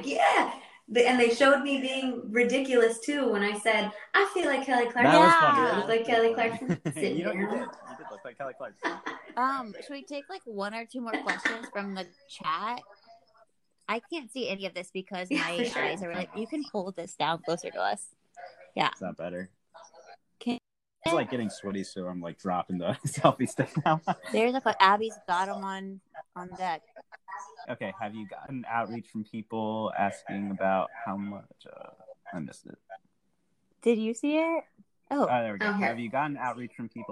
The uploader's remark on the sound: Trust that we are not actually cutting her off - we'll work out these kinks in time!